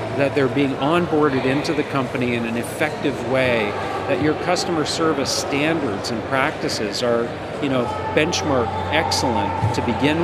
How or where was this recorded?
outdoors